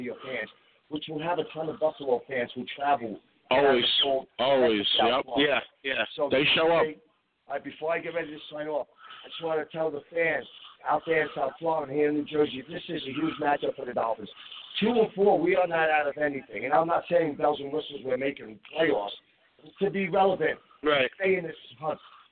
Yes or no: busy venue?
yes